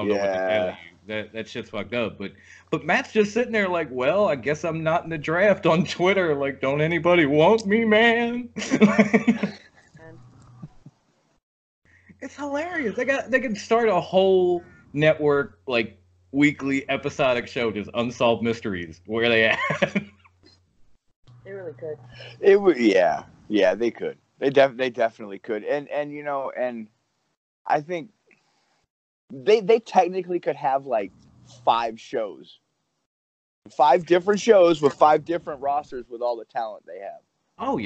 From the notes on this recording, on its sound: 4 Admins from a FB group decided to hop on Skype.